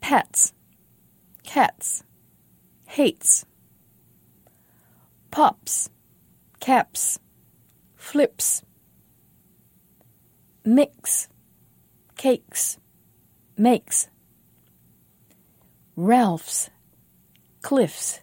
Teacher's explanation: the plural ending or the possessive ending or the present tense verb ending will also be voiceless.